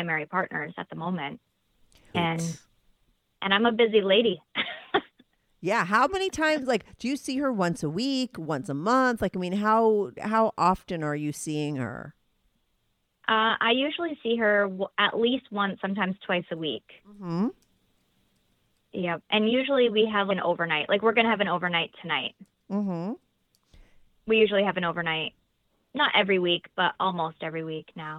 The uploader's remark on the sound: called in to talk all about it